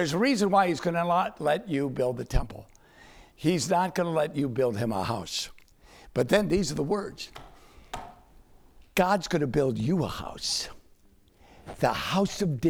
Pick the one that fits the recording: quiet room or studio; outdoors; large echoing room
large echoing room